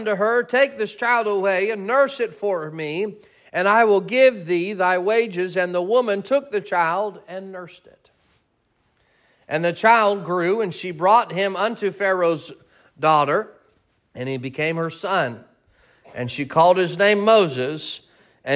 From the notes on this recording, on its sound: Sermon preached at Mid County Baptist Church